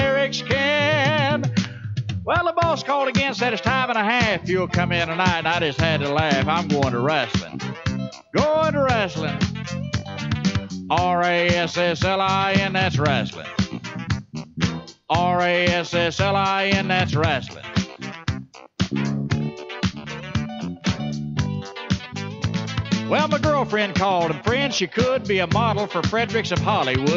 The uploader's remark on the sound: joins the show from a remote location on the phone